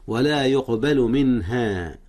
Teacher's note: أظهر نون من قبل الهاء، والهاء من حروف الإظهار